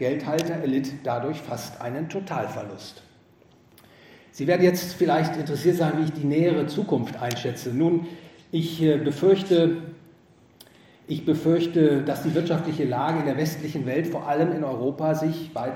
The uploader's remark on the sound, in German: Gehalten auf dem GVS Finanzkongress. In Wien.